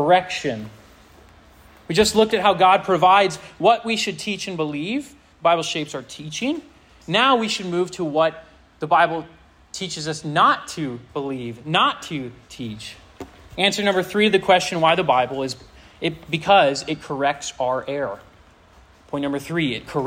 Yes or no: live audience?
yes